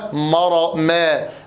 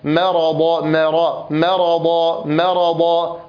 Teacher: وكذلك في قوله مما رض في قوله تعالى في قلوبهم مرض ما را، فالميم هنا مرققة، وذلك لأنها جاورت الراء المفخمة وبعدها الضاد المستعلية المفخمة · Shown in: second take · Term: مرقق ثم مفخم